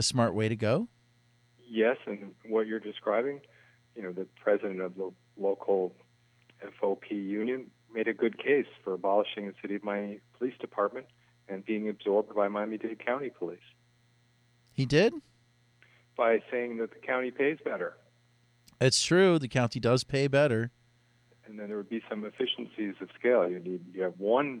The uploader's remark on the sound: We then talk live on the phone